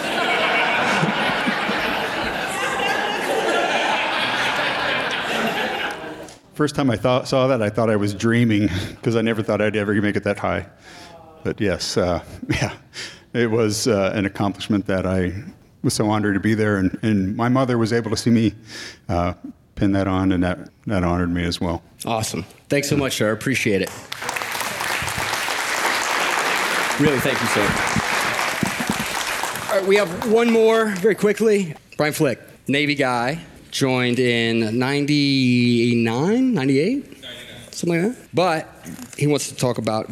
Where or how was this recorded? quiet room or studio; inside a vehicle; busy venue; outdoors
busy venue